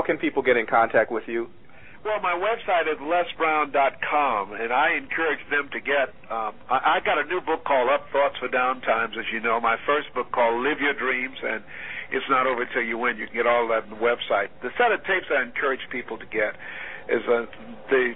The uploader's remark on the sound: teleconference phone conversation